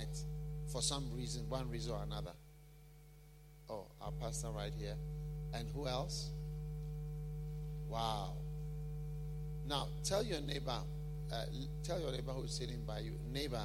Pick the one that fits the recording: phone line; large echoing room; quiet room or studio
large echoing room